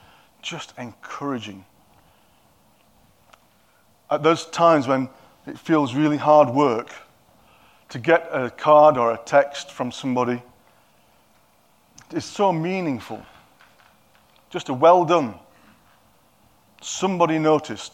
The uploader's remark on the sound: At King's Church, Cockermouth, as an audio file.